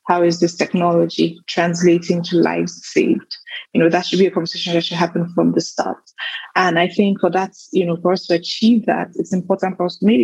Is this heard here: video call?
yes